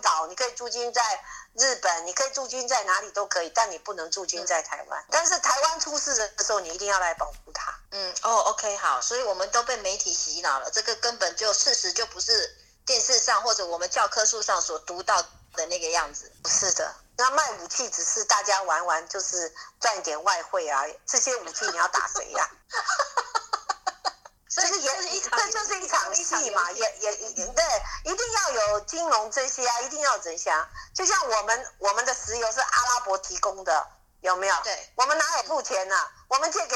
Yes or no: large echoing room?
no